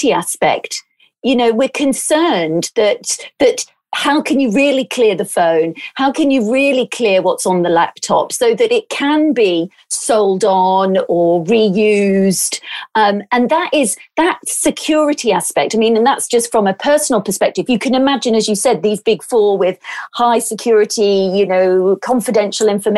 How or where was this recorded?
video call